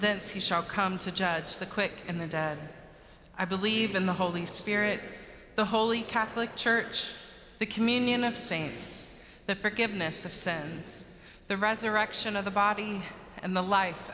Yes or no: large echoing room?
yes